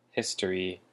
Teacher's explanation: history has the emphasis on the first syllable